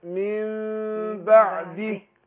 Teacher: الاقلاب هنا مع الغنة، فانا بعمل انفراج يسيرة بين الشفتين